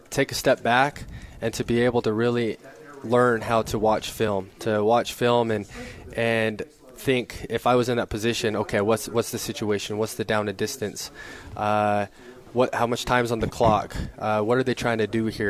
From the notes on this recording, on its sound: live from BYU Media Day